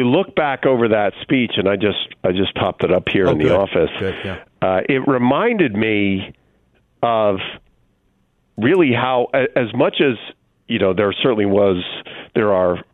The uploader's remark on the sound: by phone